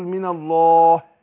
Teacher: ما فخمش الهاء زي ما بيعمل كتير من الناس. يعني ما اقولش ايه ولا يستخفون من الله، من الله دي لا، قول من الله كده.